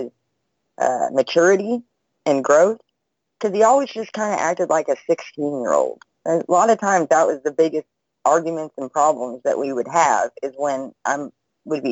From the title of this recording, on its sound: Freedomain Call